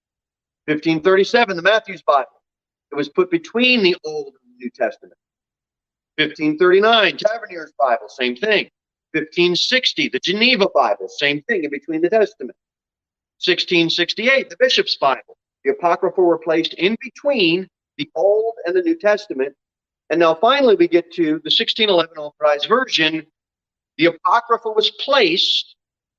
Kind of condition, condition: setting, large echoing room